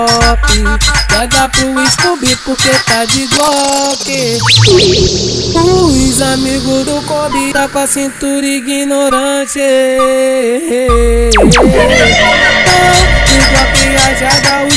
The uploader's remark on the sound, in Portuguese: MEGA AO VIVO NO BAILE DO CDB.